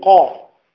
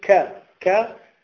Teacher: فعندنا مخرج القاف وعندنا مخرج الكاف يعني قريبا منه، لذلك قال أسفل، أسفل، أسفل، يعني مخرج القاف أعلى من مخرج الكاف